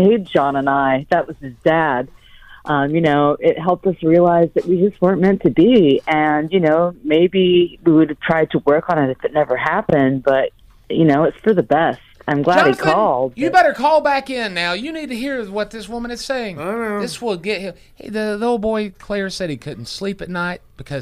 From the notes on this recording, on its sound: OPEN PHONES: MY DAUGHTER BUYS SKIMPY CLOTHES ONLINE.